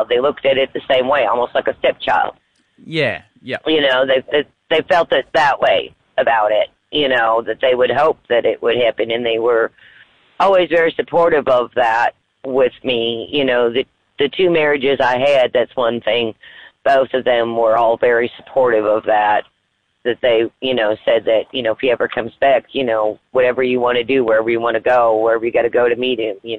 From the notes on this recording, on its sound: Phone Call to Birth Mother.